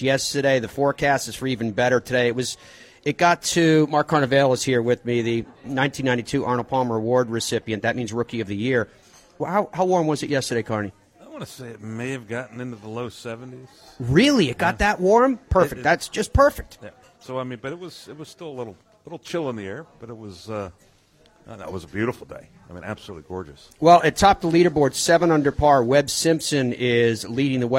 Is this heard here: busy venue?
yes